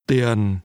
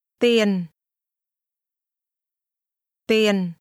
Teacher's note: Money is pronounced with a low falling tone.